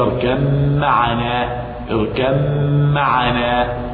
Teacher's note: اركم معنا، اركم معنا، يضغم الباء في الميم